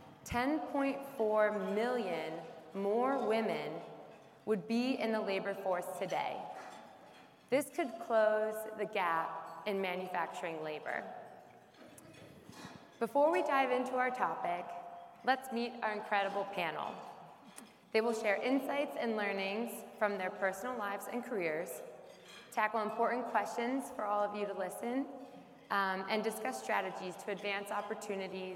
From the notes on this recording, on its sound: LIVE EPISODE! Moderated a panel LIVE at Rockwell Automation's Automation Fair.